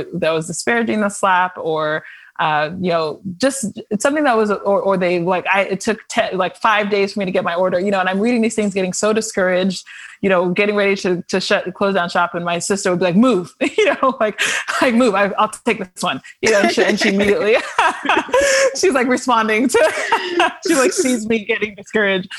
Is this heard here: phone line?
no